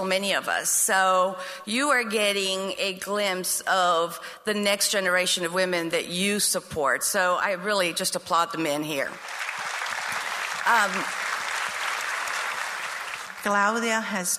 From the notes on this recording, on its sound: The segment features audio footage of our 2022 Women’s Leadership Conference & Business Expo that took place on Friday, March 11, 2022.